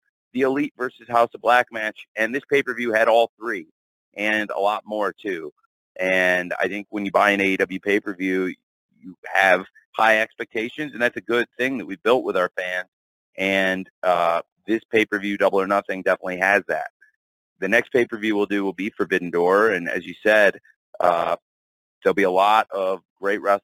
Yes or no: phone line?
yes